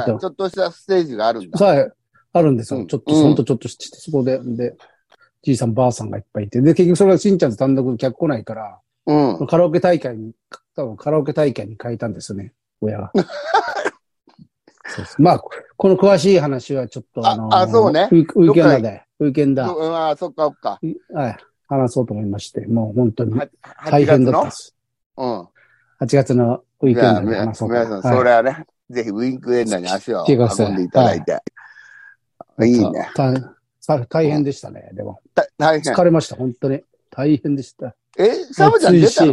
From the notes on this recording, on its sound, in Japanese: ZOOMで収録